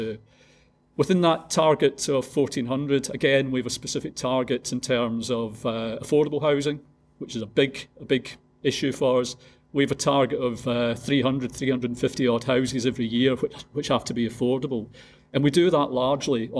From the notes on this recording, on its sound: This podcast episode was recorded as a panel discussion at Hull and East Riding Citizens Advice Bureau's 'Helping People Through Crisis' event.